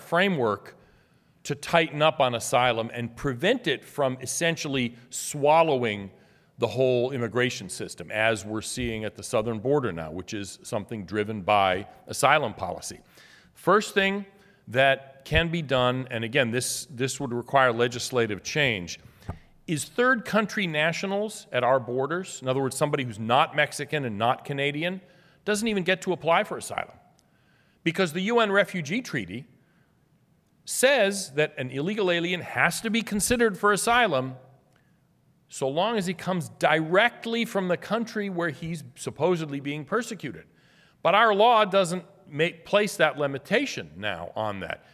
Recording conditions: live audience